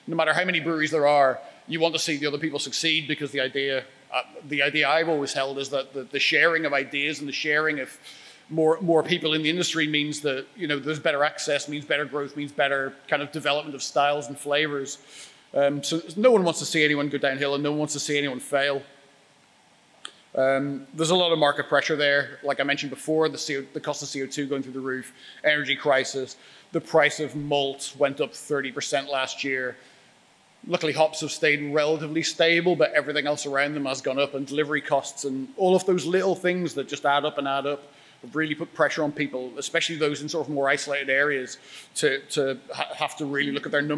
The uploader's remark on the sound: A talk he expertly delivered at our Brewers Lectures in Springwell, Leeds.